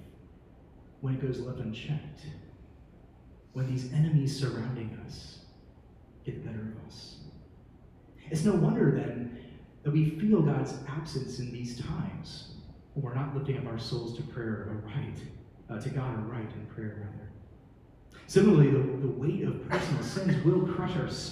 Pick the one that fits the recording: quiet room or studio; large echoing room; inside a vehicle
large echoing room